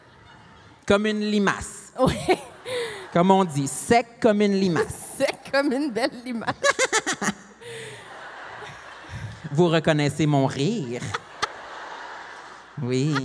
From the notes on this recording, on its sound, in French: LIVE à Montréal! L'enregistrement s'est déroulé devant 1200 personnes dans une église pleine à craquer à Montréal durant la canicule, sans air climatisé. Il fait donc 4000 degrés sur place.